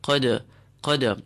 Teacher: Dal with the sukoon, we apply qalqala to it. We jerk the dal. Qad, qad. It's an upward jerk.